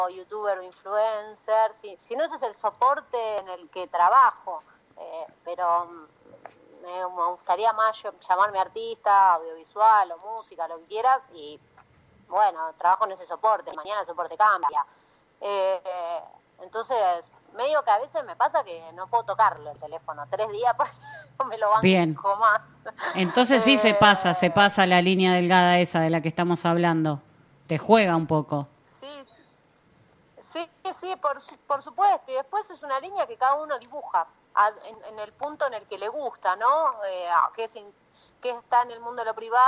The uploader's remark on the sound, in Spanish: Charla Telefonica